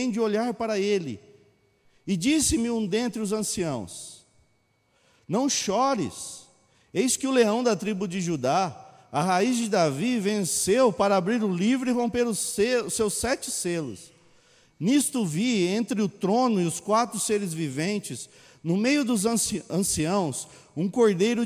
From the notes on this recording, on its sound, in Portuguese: Mensagem gravada na Bíblica de Botucatu